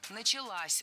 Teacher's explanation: возвратная часть «с» притягивает ударение к себе. Началась. Ударяем последний слог.